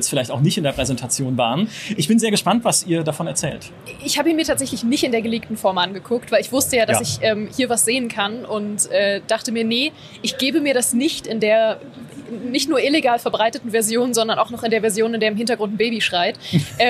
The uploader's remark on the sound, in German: Zumindest Letzteres brachte nun die gamescom 2023 in Köln. Im Live-Talk von der Messe.